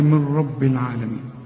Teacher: ادغام كامل بدون غنه، يعني النون بتخش في الراء ما بتبنش، وأنا بريحك بقول لك كأن النون غير موجودة، اشبك للميم مع الراء، قل لي من رب العالمين، والراء مفخمة، العالمين بعد العين اهي الألف.